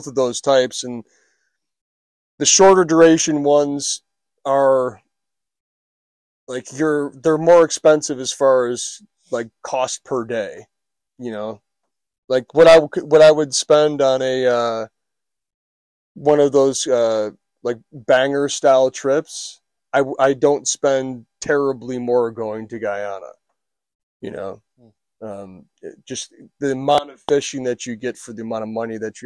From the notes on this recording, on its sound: They recorded from the road while recon’ing the fishery to provide a report of current conditions.